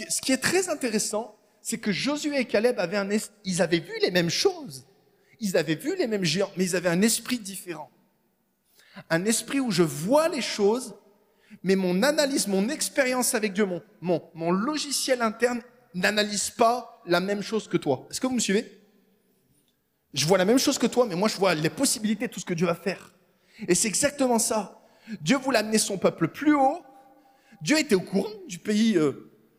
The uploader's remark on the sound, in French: Enregistré à l'église CVV, le 27/11/2022